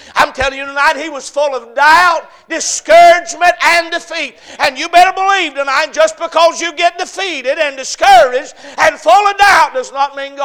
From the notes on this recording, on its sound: A Message preached at Crossroads Baptist Church on Wednesday Evening